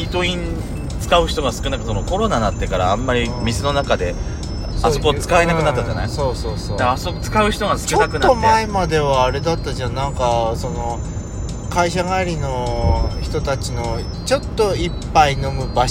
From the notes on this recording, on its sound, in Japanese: 2人組。ドライブ収録。ロードノイズごめんね。